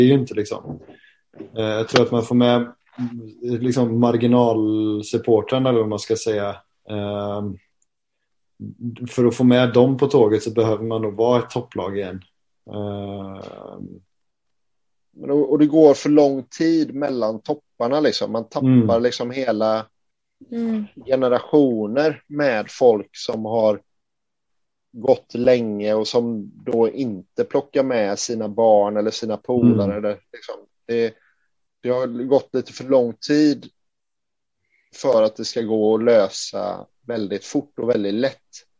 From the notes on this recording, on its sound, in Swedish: träffades återigen för en virtuell inspelning